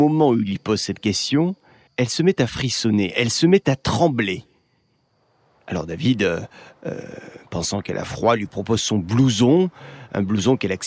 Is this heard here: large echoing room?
no